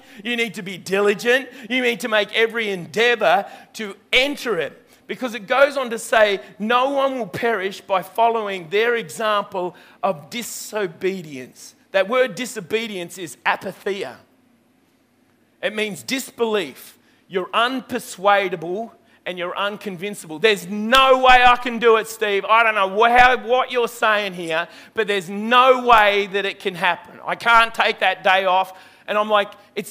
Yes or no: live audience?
yes